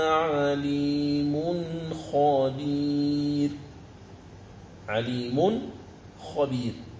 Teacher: تنوين في الميم جاء بعده حرف الخاء فنظهر نون التنوين · Term: الإظهار